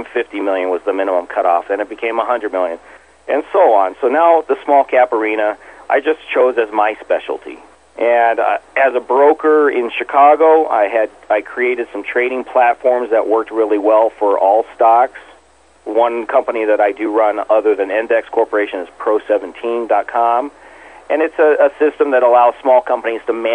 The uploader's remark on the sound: called into SmallCapVoice